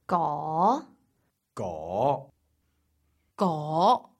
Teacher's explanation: Second tone. It starts at the middle of your range and rises to the top.